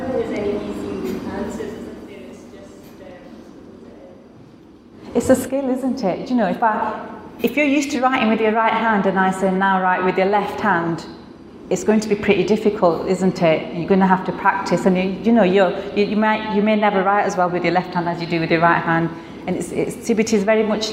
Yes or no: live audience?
yes